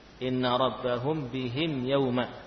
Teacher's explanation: Adapun mim sukun bertemu dengan huruf lain, maka dibaca seperti sukun pada yang lain, ya, tidak ditambah ukuran gunnahnya. · Term: idhar